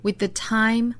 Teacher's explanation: with 和 the 相连接的两个辅音呢都是相同的 th 这个音，所以我们只发一个就可以了